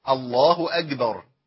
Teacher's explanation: بنسمع بعض اخواننا وهو بيأذن فيمنع النفس عن الكاف يقول ايه في تكبيره الاحرام، يقول الله اكبر.